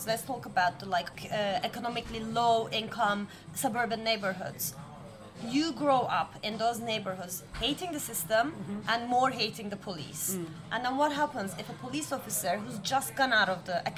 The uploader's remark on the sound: We recorded this episode on 2 December 2023, at Paradis du Fruit. We recorded this episode on 2 December 2023, at Paradis du Fruit .